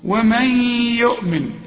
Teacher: النون بعدها الياء والياء من حروف الإدغام هنا غن